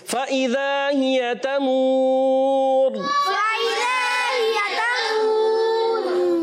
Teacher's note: اوپر کے دانتوں کے کناروں سے اور نیچے کے ہونٹ کے حصے سے فا ادا ہوتا ہے. فا حروف شفویہ میں سے ہے.